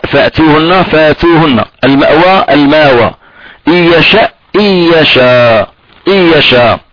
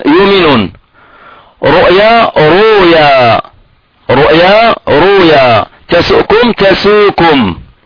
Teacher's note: فبعد الفتح يبدل الهمزة حرف مد يعني ألف ساكنة، وبعد الضم يبدله واوا، وبعد الكسر يبدله ياء